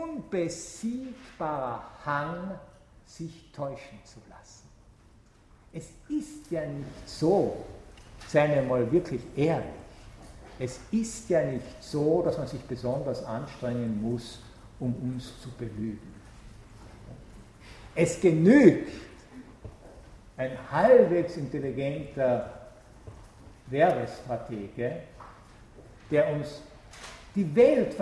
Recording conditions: large echoing room